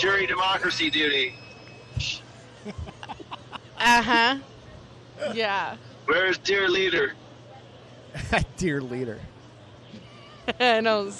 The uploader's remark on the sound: Wisecrackin' Live from the State Fair! Are out at the ol Great Minnesota Get Together hanging out in the Independence-Alliance Party of Minnesota tent.